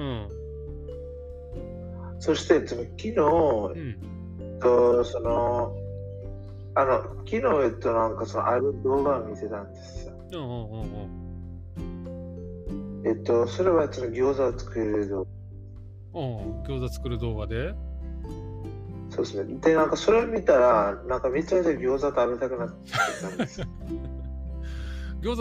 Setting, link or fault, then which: fault, poor sound quality